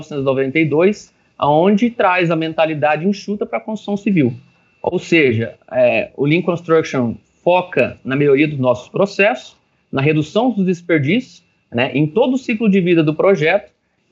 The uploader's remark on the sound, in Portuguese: Esse podcast é a versão em áudio de uma palestra online que foi transmitida ao vivo no nosso canal no youtube.